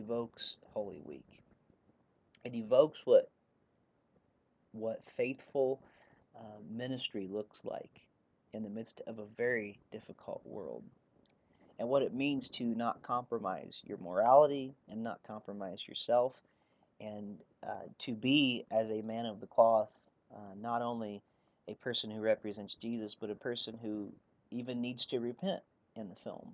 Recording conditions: background noise